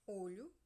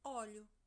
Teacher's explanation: Ela nos permite duas leituras: uma com a vogal inicial fechada, olho, e a outra com o timbre aberto, óleo